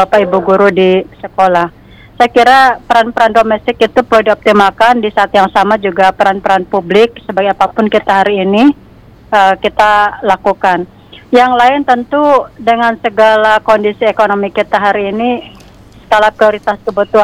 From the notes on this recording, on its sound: by Phone